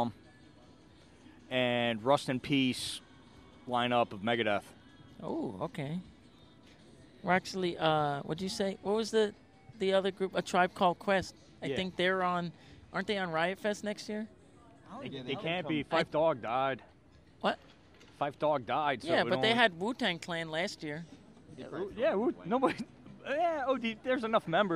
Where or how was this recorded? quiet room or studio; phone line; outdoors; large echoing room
outdoors